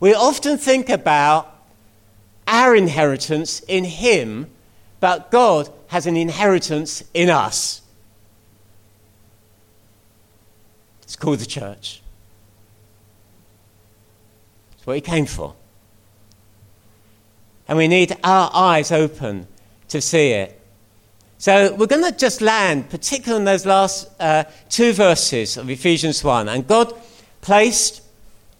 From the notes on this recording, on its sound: At King's Church, Cockermouth, as an audio file.